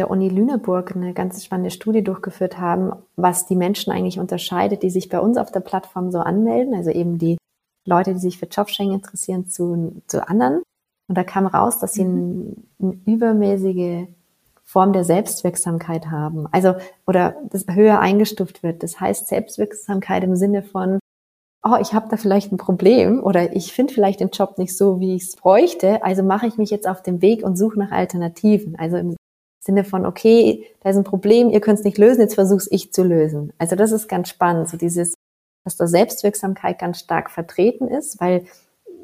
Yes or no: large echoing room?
no